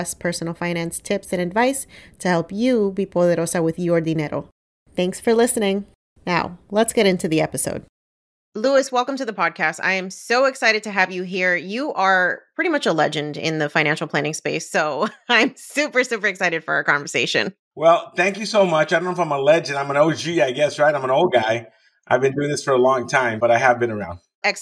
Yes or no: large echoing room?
no